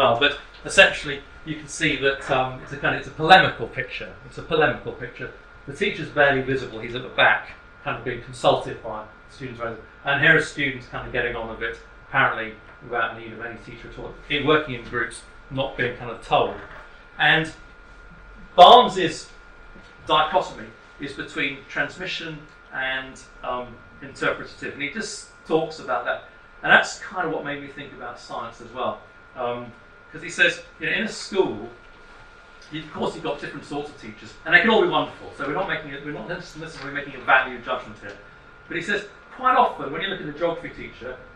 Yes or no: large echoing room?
yes